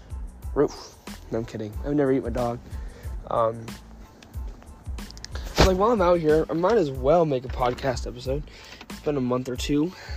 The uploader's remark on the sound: Talking while locked outside